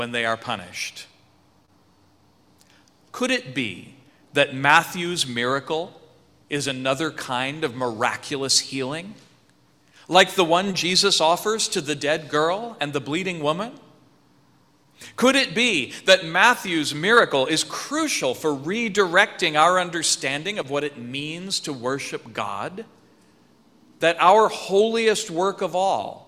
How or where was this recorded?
large echoing room